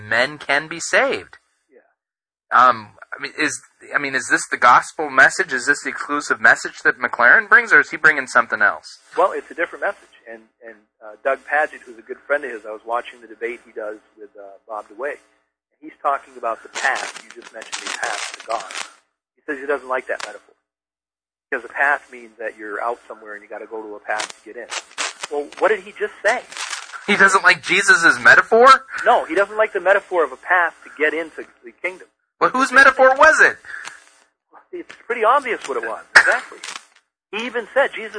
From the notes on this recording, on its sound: On the phone while he was in a severe thunder storm. The sound quality is not so good.